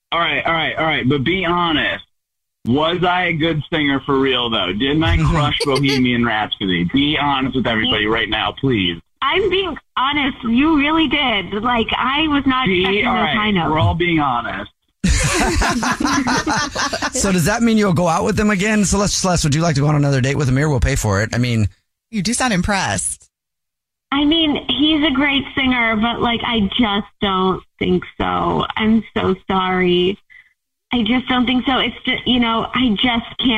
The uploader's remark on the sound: We get that other person on the phone